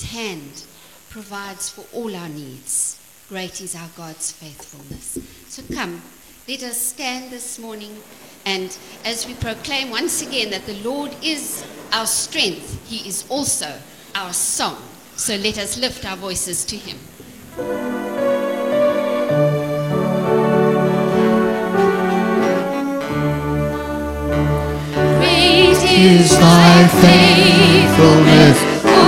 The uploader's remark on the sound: Preached at St Marks Methodist - Cape Town